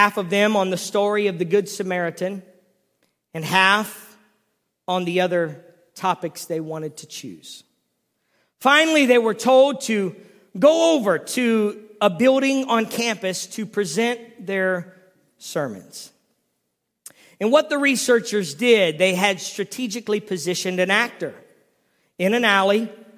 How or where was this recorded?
large echoing room